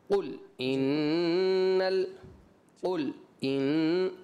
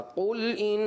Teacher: میں مجھے ابھی اچانک یاد آیا جب آپ نے دوسری آیت مجیدہ پڑھی تو وہاں پر آپ نے سکتہ کیا، قل ان ال، قل ان، ایسے نہیں ہوگا، قل ان، درمیان میں گیپ نہیں آئے گا · Shown in: second take